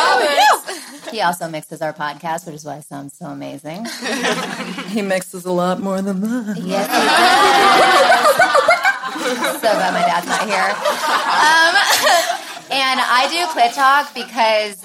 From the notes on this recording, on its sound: Party in LA. Clit Talk's live event, celebrating the show's global launch, brought 150 people together.